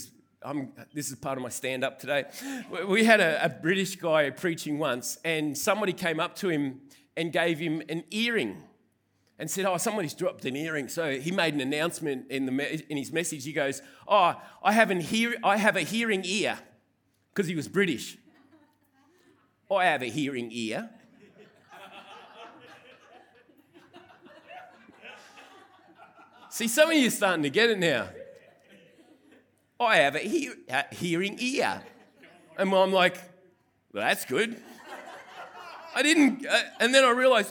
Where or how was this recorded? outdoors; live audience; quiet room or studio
live audience